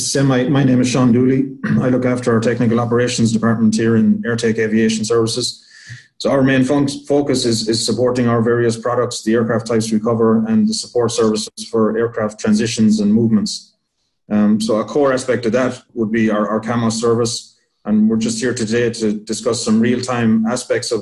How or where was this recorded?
video call